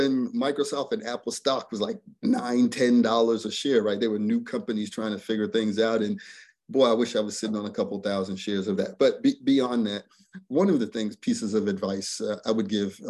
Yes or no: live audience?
no